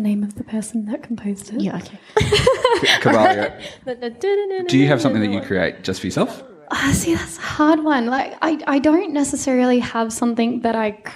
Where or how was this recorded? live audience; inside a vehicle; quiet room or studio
live audience